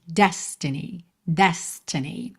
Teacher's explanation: normalmente, a sílaba tônica dessa palavra é a primeira.